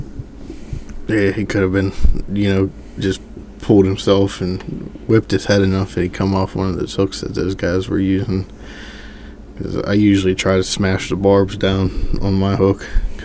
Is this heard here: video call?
no